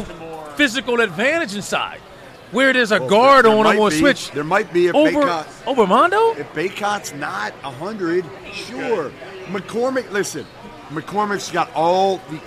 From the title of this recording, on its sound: LIVE at the Final Four